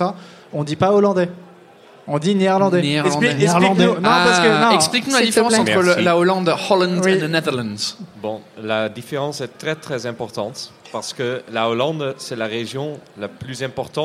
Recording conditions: busy venue